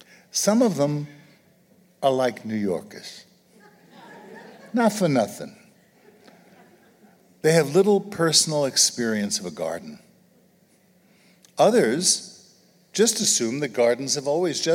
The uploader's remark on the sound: An audience of Acton supporters and friends gathered in Grand Rapids, Michigan.